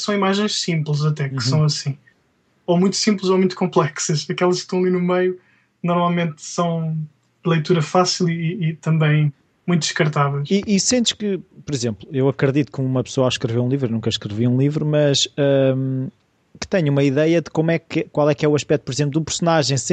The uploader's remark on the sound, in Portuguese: entrevistado via Skype